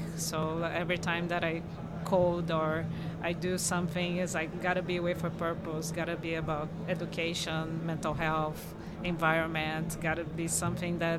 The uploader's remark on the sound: Recorded onsite at Blockchain Rio.